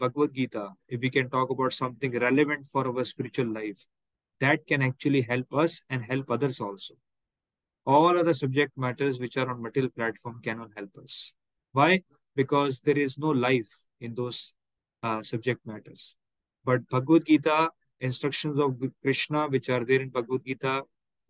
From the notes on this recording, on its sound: Zoom recorded session